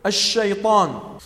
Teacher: انتشار الريح في الفم عند النطق بالشين · Term: التفشي